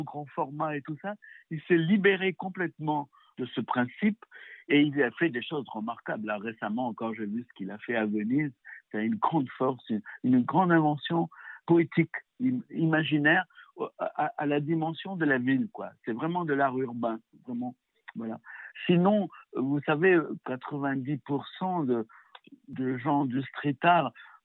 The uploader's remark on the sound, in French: s’entretiennent par téléphone